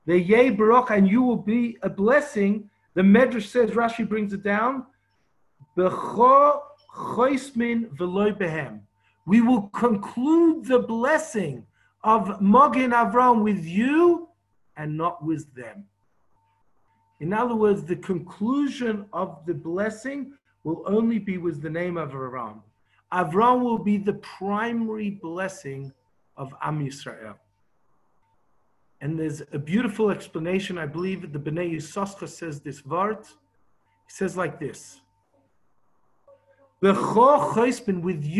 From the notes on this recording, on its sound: Zoom Class 5/10/20